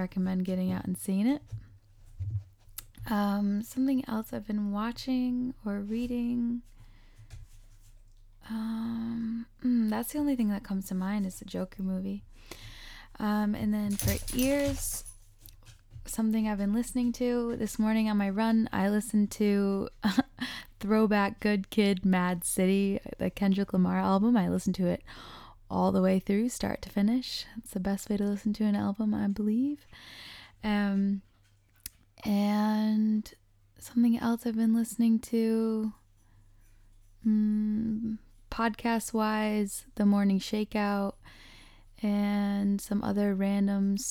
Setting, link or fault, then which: fault, sounds in the background